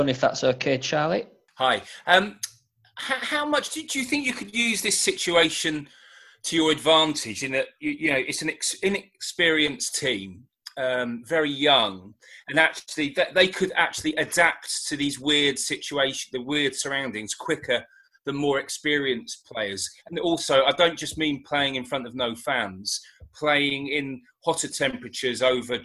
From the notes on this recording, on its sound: Video conference with the media.